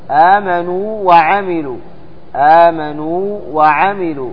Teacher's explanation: وقد يكون في الواو آمنوا وعملوا، آمنوا وعملوا، هذا أيضا داخل في هذا النوع الذي يسمى مد التمكين، أي أن الثانية مكنت الأولى من النطق بها، وليس هناك إضغام، يعني لا تضغم الأولى في الثانية، بل يجب إظهار حرف المد هنا